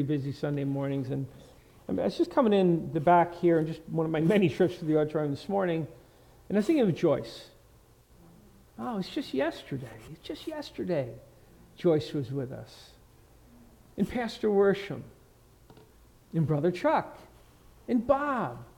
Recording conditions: large echoing room